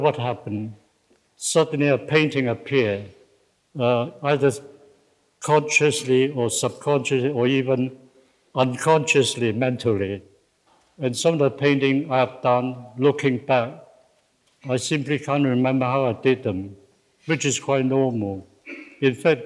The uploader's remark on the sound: This conversation was recorded live in May 2018 at National Gallery Singapore , as part of the exhibition (Re)Collect: The Making of our Art Collection .